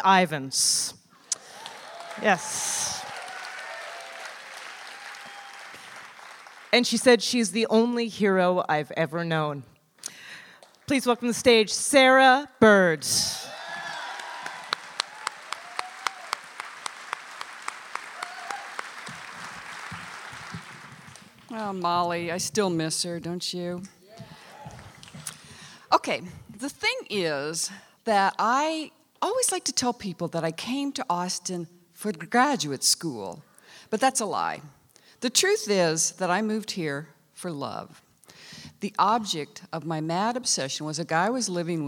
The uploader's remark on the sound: The Moth Live in Austin, TX